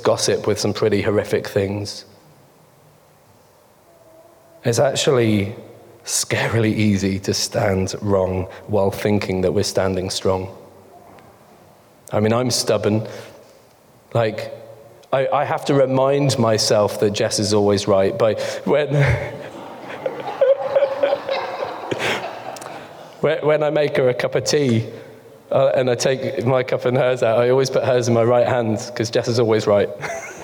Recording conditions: live audience